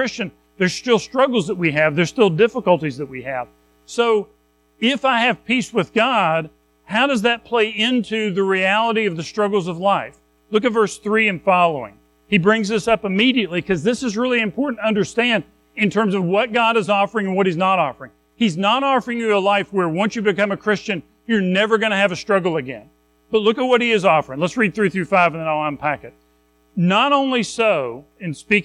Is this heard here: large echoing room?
yes